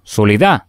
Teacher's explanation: Esto es muy importante porque en muchos casos, en palabras que contienen la letra D, mayoritariamente en el final, por ejemplo, soledad, escuchamos decir soledad, no pronunciando la D